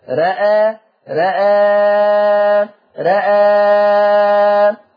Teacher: يعني هترجع لاصلها، يعني هنقلل الراء والهمزه ونثلث البدل